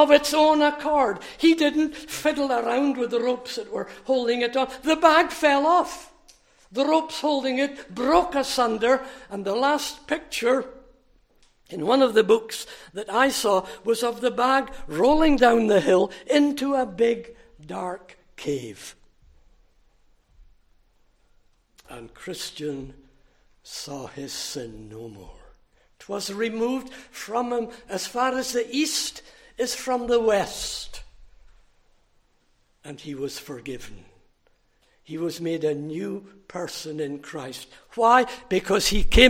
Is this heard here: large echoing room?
yes